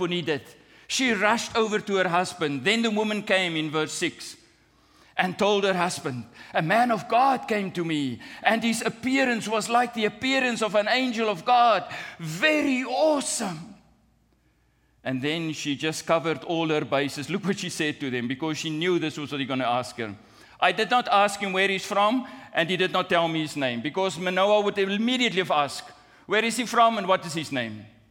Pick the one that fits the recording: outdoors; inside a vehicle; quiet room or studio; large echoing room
large echoing room